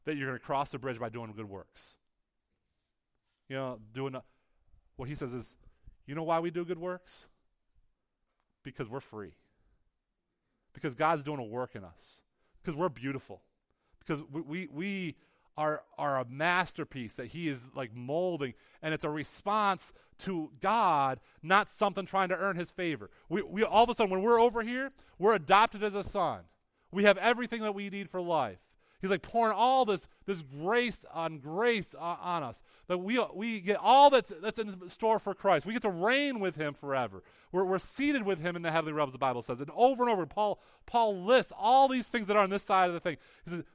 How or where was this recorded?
large echoing room